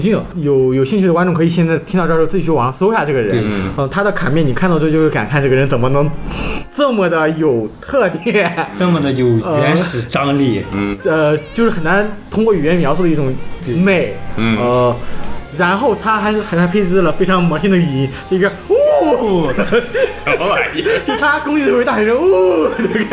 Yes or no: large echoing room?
no